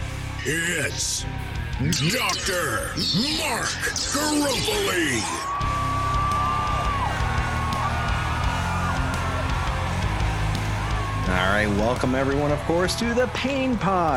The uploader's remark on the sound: PAINWeek 2022 Conference Summary. Checkout this mobile mic episode of the Pain Pod as we team up with the folks of PAINWeek to give you, Pain Pod Nation, the audio vibe of the electricity of being there in person.